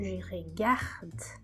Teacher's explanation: A sílaba forte na palavra é sempre a sílaba anterior ao som dessa consoante final. Quando eu digo je regarde, eu tenho gar bem forte e o d fraquinho no final.